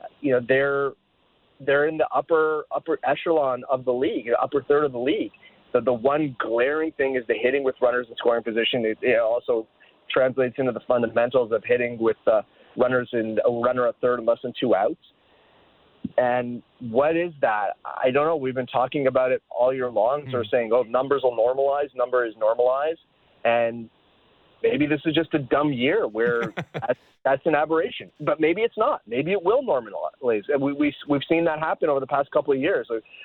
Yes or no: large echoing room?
no